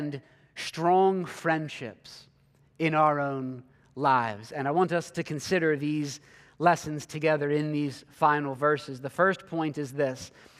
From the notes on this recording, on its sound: preached this sermon at Covenant Fellowship Church on August 27, 2023.